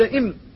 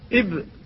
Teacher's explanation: أنه يخرج منه حرفان وهما الباء والميم، فالميم بضمه والباء بفتحه، إذا قلت إم فستستقر الشفتان على الإطباق، وإذا قلت إب فستستقران على الفتح